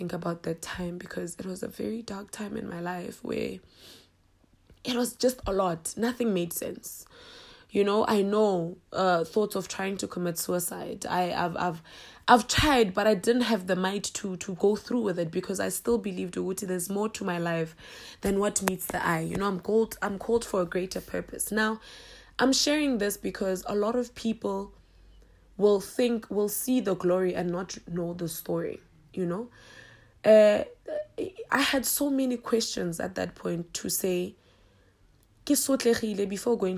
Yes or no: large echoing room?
no